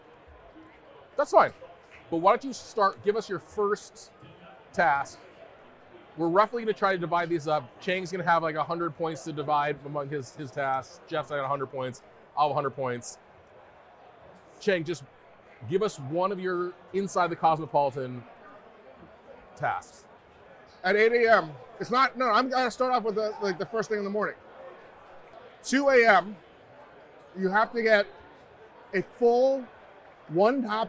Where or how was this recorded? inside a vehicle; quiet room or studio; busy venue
busy venue